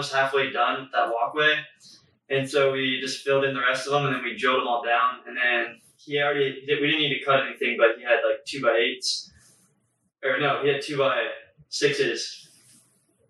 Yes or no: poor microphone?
yes